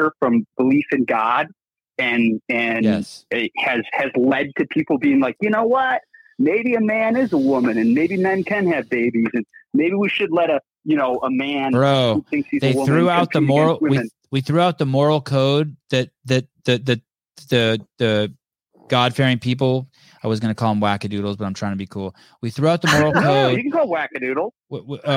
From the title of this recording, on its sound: Live Call In Show